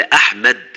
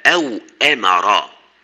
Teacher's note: والهمزة تحتاج إلى جهد من ضغط وعصر، لذلك يسميها بعضهم حرف مهتوت أو مهتوف، ومعنى الهت الدفع الشديد، ومعنى الهتف الصوت الشديد.